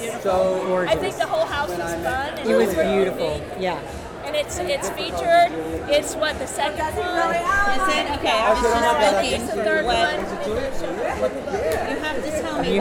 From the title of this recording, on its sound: Live at the Phillips Collection